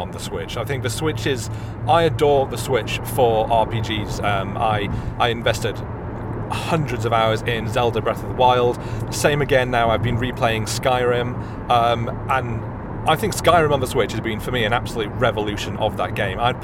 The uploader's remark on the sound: Live From The Southbound M1 In a Blizzard